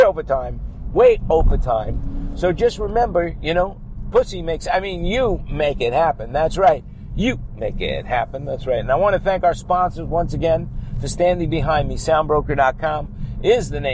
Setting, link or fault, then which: setting, inside a vehicle